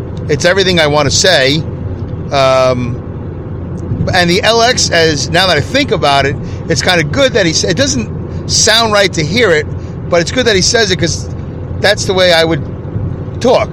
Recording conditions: inside a vehicle